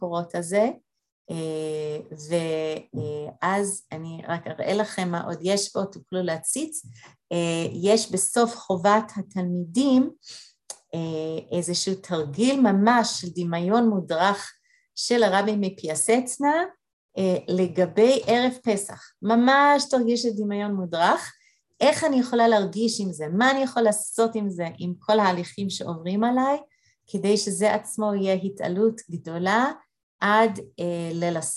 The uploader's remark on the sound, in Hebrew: הקלטת מפגש זום של חבורת לימוד ועבודת ה' של נשים מאריאל והסביבה, במסגרת בית המדרש מתן שומרון.